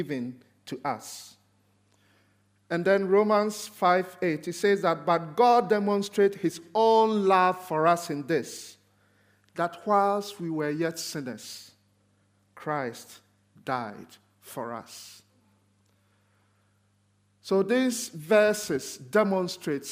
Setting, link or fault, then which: setting, large echoing room